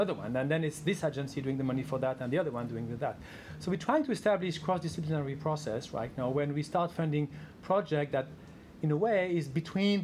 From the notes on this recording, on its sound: Press Conference. Talk to journalists at the Science Media Centre in London just a few hours after finding out about the award.